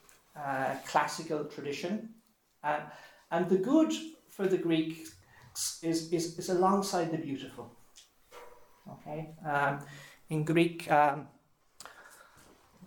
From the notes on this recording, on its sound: This lecture was given on June 16th, 2023, at Holy Family Mission, Glencomeragh House Kilsheelan, TA Ireland.